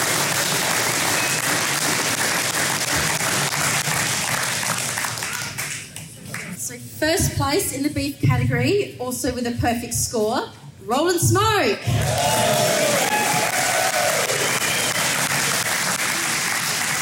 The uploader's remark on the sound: Live at Meat Meet 2019. Come down to Horsham in Victoria for the Meat Meet BBQ Competition.